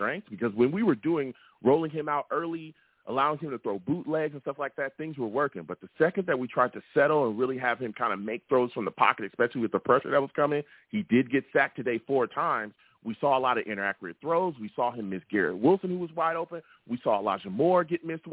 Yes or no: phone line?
yes